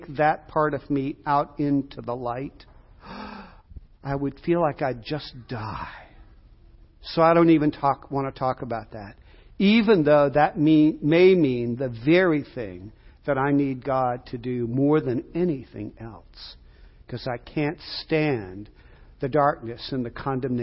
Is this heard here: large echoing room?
yes